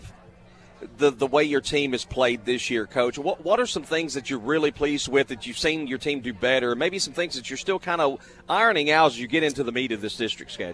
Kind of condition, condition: setting, busy venue